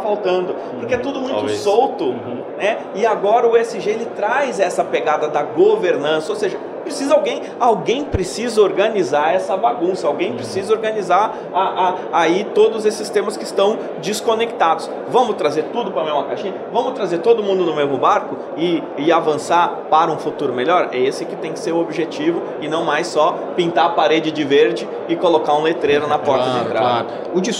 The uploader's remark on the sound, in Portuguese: A gravação aconteceu durante a 2ª edição do Simpósio Cidades Inteligentes, realizado pelo Crea-SP, em parceria com o Confea e Mútua-SP, nos dias 4 e 5 de agosto, na cidade de Santos, litoral de São Paulo. O evento reuniu profissionais do setor e membros do poder público.